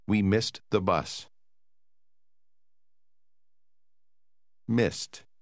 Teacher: Missed.请注意在这儿词尾的 ed 的发音稍有变化，在某些字母组合的后边 d 这个音很难发，所以它就变成了 t